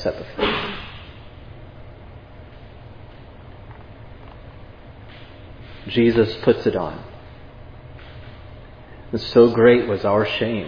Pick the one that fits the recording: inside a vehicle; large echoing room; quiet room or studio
large echoing room